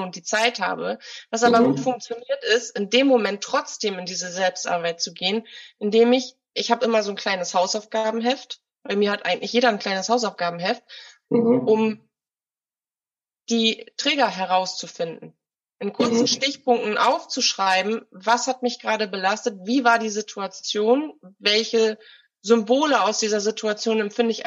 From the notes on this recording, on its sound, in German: Bitte entschuldige die minderqualitative Audioqualität, wir hatten technische Herausforderungen.